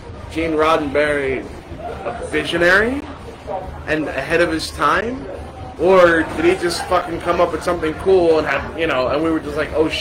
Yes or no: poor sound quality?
yes